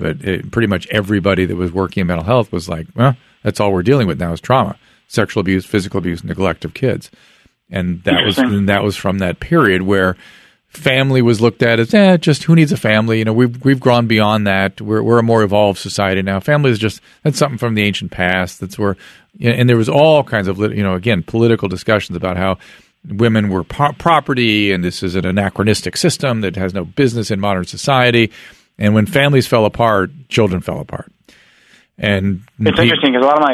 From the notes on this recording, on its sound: spends the whole podcast taking phone calls from the listeners